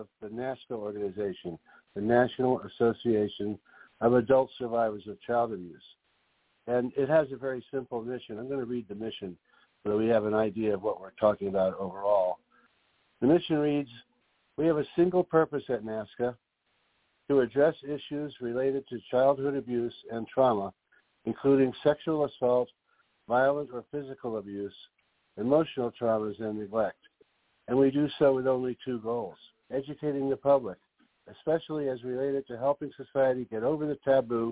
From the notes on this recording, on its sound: Those who call in will form a panel who'll describe, and be critical of, NAASCA's tools, programs, services.